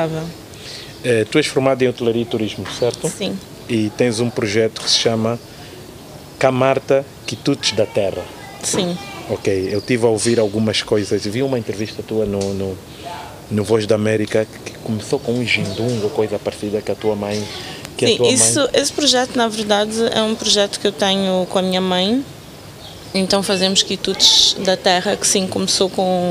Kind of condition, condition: setting, outdoors